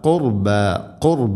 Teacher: വദിൽ ഖുർബ, വസിൽ എന്നല്ല, വദിൽ, വദിൽ ഖുർബ, ഖുർ, റാഇനെ ഉച്ചരിക്കുമ്പോൾ കനപ്പിച്ച് ഉച്ചരിക്കണം